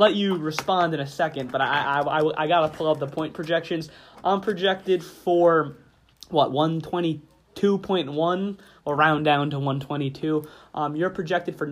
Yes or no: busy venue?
no